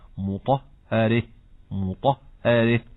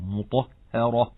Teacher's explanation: كلمة مطهرة عند الوقف للكسائي بخلف له الإمالة والفتح، هكذا الفتح مطهرة، الإمالة مطهرة مطهرة.